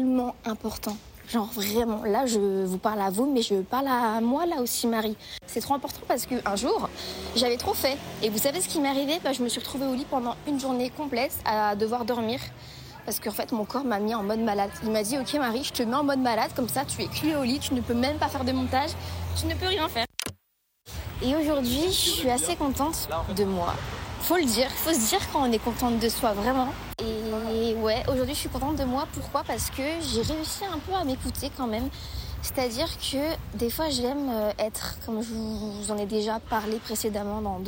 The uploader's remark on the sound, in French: Un épisode enregistré sur le trajet du retour pour rentrer chez moi ( au cocon parisien pour les intime).